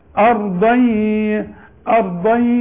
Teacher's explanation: الضاد مفخمة، ارضا شفايف القدام، وبعدين برجع شفايف على هيئة ابتسامة